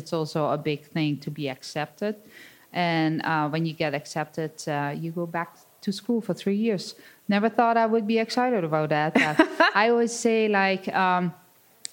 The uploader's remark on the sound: Recorded live in the HRN Podcast Lounge at the Art of Cheese Festival in Madison, WI.